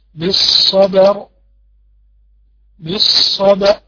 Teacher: أدي الباء ساكنة وبعدين أدخل على الراء مفخمة